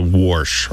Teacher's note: who have this intrusive R and say warsh or wash